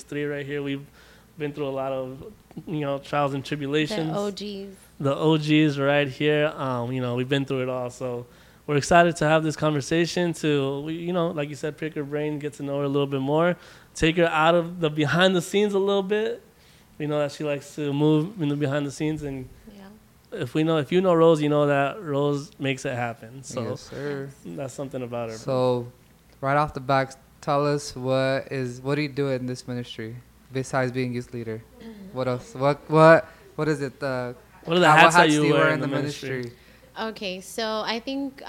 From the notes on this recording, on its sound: We got a live audience again!